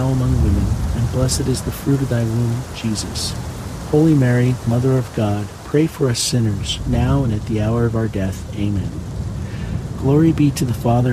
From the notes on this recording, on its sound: HEAVY RAIN. The natural ambient sounds of heavy pouring rain with crackling thunder and lightning will fill your senses with calm and wash away distractions alongside this Tuesday rosary.